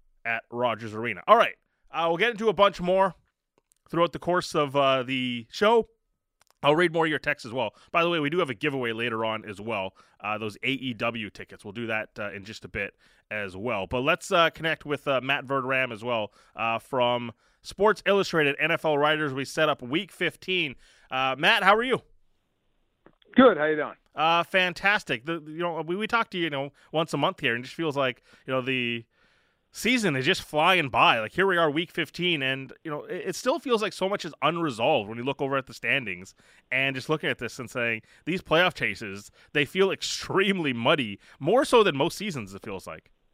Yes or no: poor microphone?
no